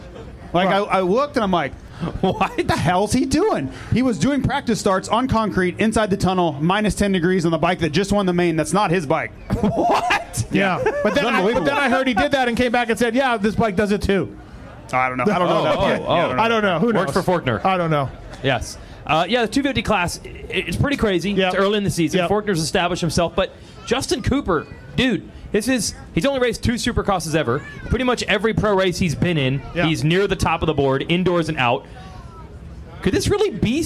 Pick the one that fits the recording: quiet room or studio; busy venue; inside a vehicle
busy venue